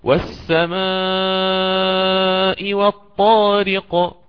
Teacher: فيقرأ بست حركات بالإشباع في المد المتصل الواجب